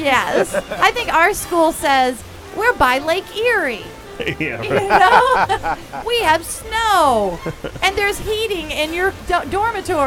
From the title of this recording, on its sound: LIVE FROM THE OSCARS RED CARPET